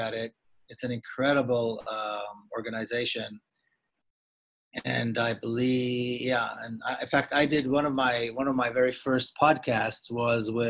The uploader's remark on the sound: Two-part online event series. This event was held online via Zoom.